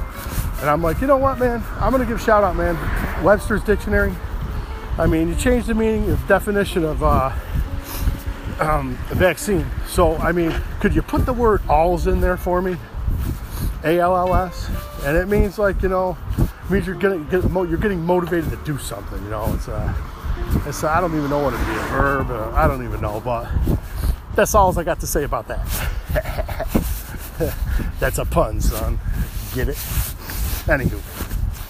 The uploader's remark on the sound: On the road. Walking sorry about my coat it’s too loud.